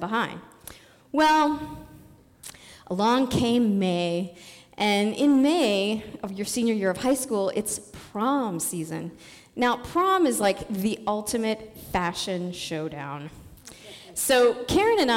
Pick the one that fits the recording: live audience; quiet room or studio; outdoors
live audience